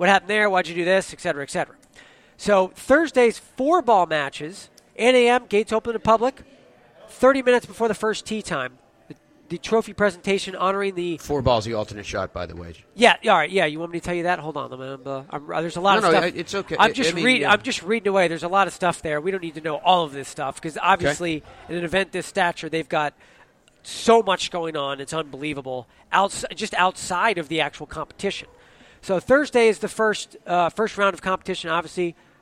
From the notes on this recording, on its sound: Broadcasts live from the PNC Father Son Challenge, an event packed with Hall of Famers.